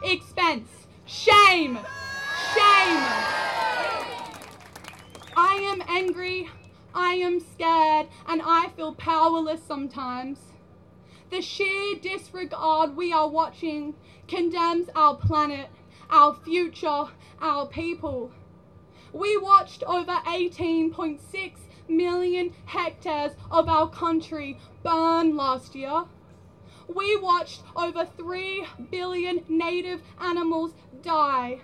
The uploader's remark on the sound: School Strike for climate Action March 2021 recordings from the streets of Byron.